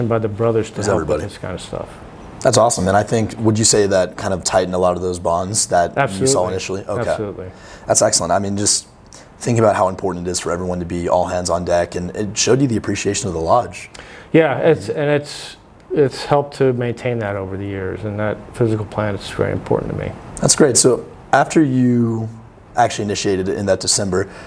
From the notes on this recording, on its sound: recorded at the 181st Convention in Lubbock, Texas